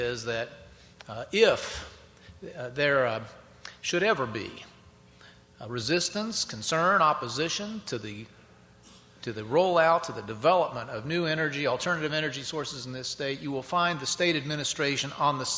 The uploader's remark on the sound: Keynote address at WIndiana 2009.